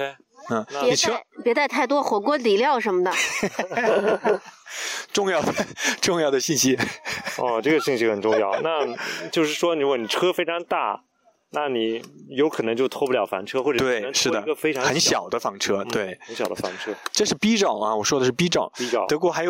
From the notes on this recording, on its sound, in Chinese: 刚好德国又开始解封了，四位主播聚在一起尝试第一次在户外录音，我们的娃们不是在睡觉就是在玩沙。